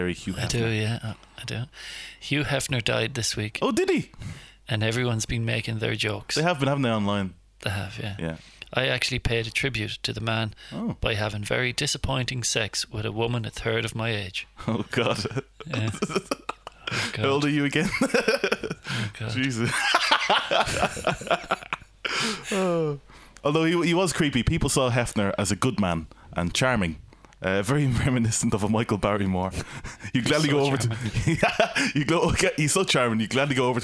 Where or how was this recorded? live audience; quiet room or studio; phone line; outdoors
quiet room or studio